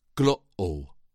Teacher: the word glottal also includes a glottal stop, glottal. Those sounds are made by closing and opening the vocal folds.